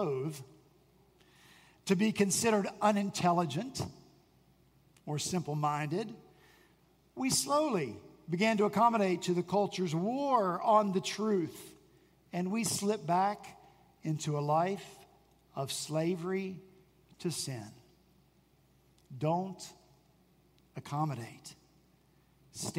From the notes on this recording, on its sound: At Redeemer Presbyterian Church in Charleston, SC